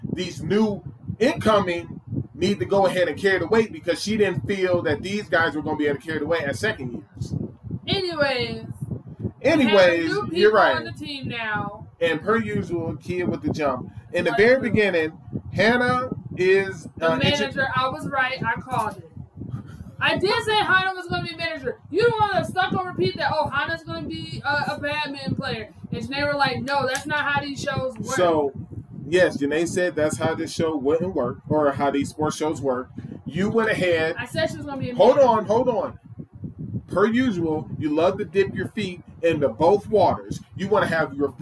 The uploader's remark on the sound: Forgive us for the loud fan sound.